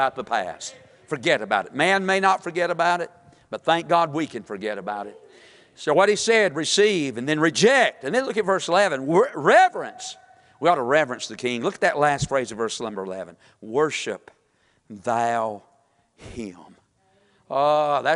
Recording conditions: large echoing room